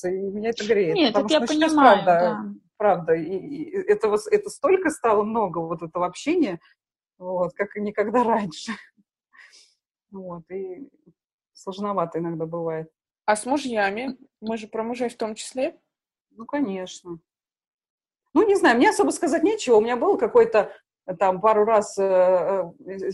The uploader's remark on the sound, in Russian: Записан в Zoom. Мы сидим в режиме самоизоляции.